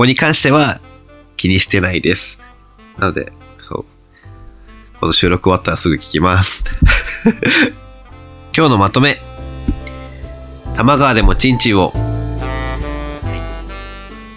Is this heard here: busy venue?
no